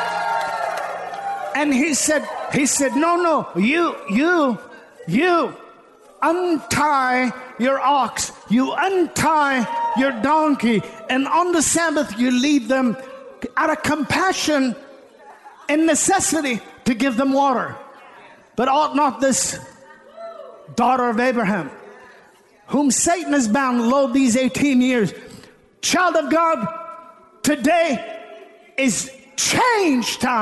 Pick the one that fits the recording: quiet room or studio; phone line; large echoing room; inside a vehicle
large echoing room